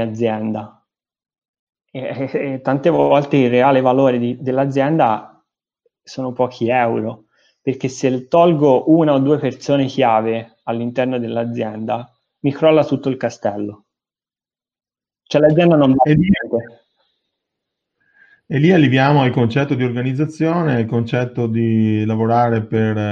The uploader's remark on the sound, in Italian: audio pillole webinar